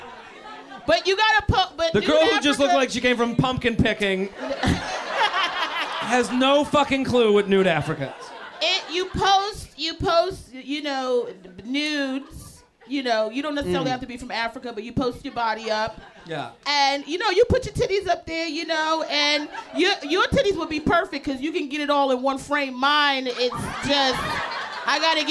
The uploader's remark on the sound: LIVE From The Village Underground